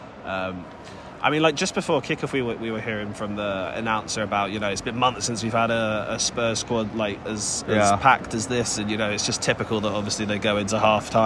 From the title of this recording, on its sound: From the Tottenham Hotspur Stadium